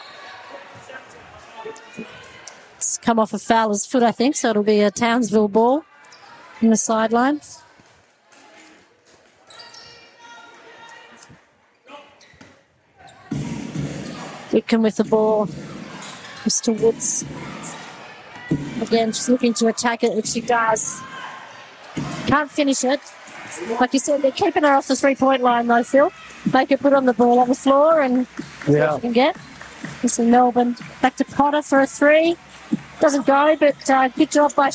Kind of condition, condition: setting, busy venue